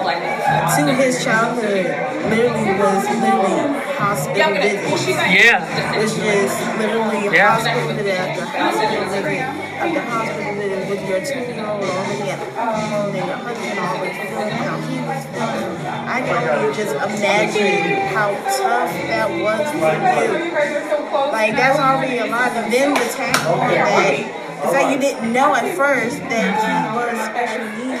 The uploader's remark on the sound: live interview at the 1st Annual Independent Black Author Expo